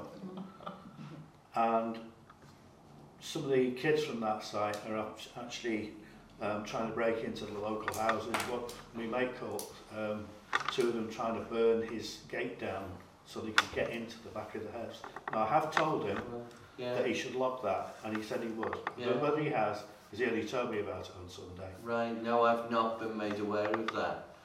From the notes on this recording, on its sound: Audio recording of Frodsham Town Council Meeting 3 held on 26 September 2022